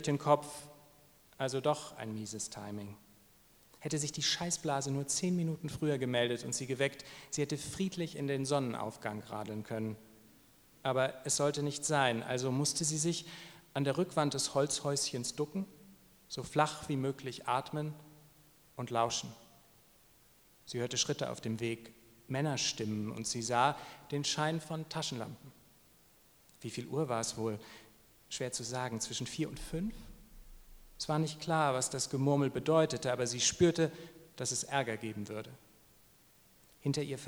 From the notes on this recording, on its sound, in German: liest live beim Eichborn-Salon in Köln